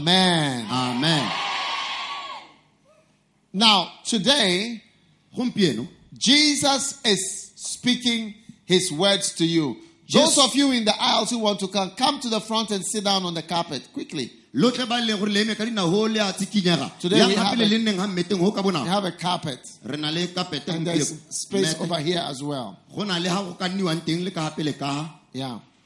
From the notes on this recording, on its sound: Preached at a Healing Jesus Campaign in Gaborone, Botswana